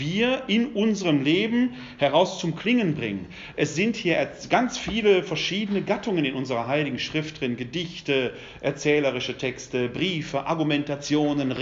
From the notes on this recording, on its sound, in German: Ein Mittschnitt des Vortrags. Im Rahmen der ökumenischen "Kreuz- und Quergespräche" im Wuppertaler Westen.